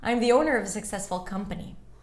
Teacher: Company. Stressed. Longer. Higher in pitch.